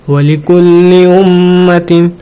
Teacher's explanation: you have to stretch the sound of meem and noon · Term: Nasal sound